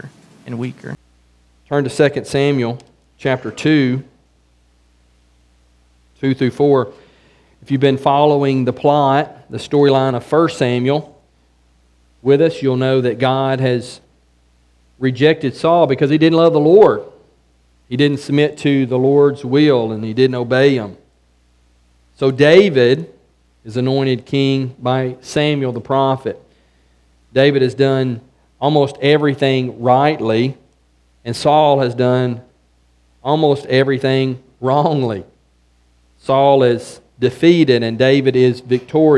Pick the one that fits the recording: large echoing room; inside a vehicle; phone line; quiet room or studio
large echoing room